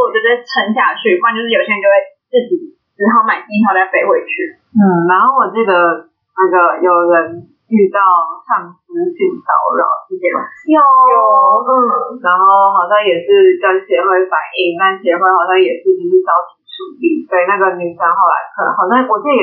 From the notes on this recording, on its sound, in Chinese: 因錄音當日設備及場地問題，音質欠佳